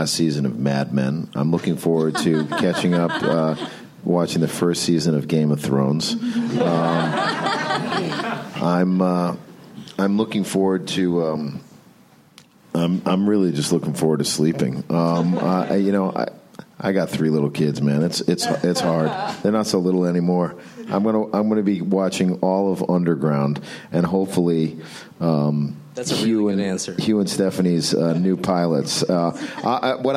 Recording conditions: live audience